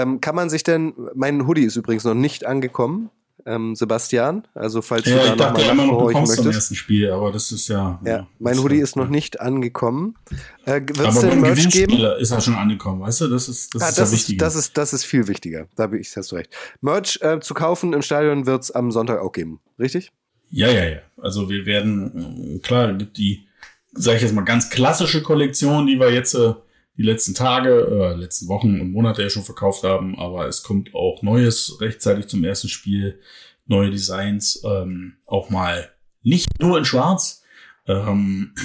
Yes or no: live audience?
no